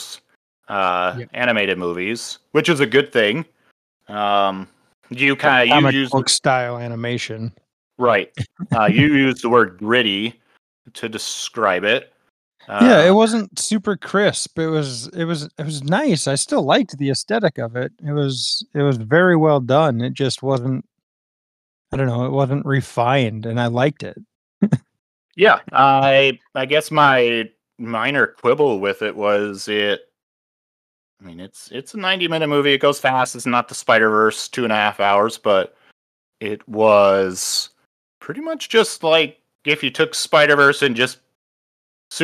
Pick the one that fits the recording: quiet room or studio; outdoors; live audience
quiet room or studio